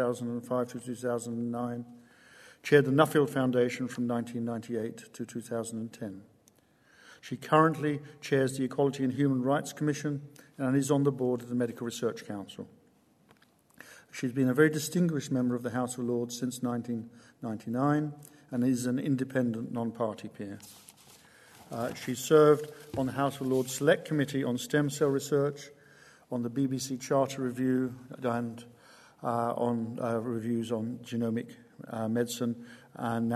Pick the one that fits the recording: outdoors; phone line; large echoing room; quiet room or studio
large echoing room